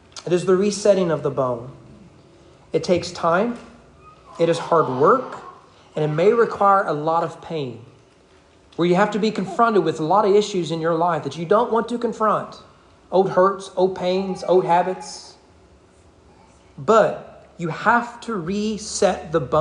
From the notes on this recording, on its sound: Sermon preached at East Frankfort Baptist Church at East Frankfort Baptist Church during morning worship.